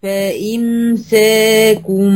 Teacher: توسط الميم وأتم كسر الهمزة المكسورة